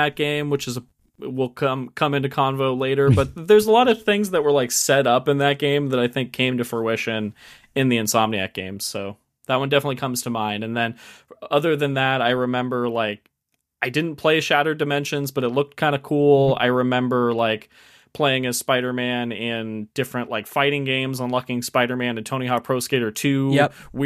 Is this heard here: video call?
no